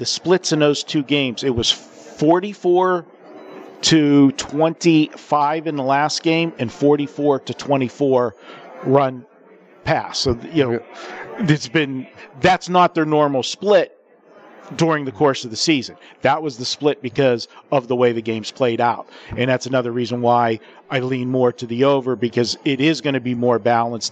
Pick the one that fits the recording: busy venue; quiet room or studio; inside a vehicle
busy venue